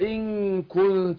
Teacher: يبقى اقول بيقول ان كل الاثنين اخفاء. طبعا بنخفي النون عند الحرف اللي بعدها · Term: إخفاء